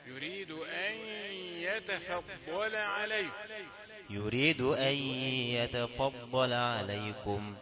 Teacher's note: في غنة نون ساكنة وجي بعدها ياء